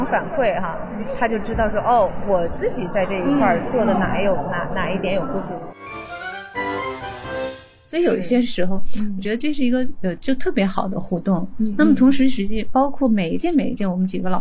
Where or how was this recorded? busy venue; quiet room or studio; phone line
busy venue